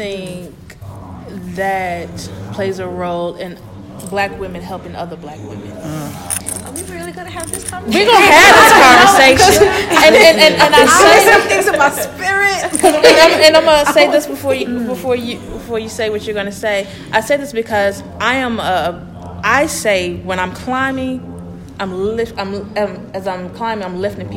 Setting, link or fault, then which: setting, live audience